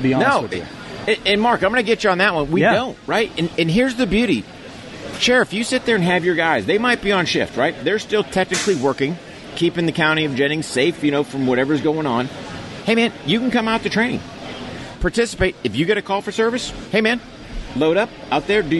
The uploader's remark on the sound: Live from the Muscatatuck Urban Training Center for the ATK9 Training Conference.